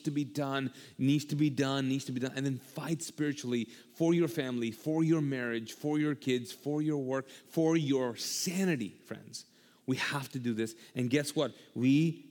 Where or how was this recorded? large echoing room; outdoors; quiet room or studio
large echoing room